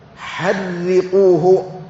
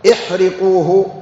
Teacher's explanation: ما قالوا احرقوه وإنما حرقوه، هكذا بالتشديد · Shown in: first take